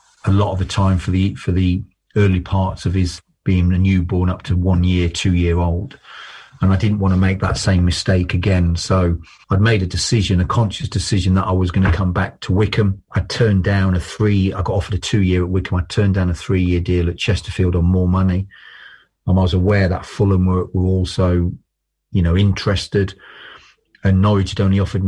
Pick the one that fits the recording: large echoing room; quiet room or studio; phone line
quiet room or studio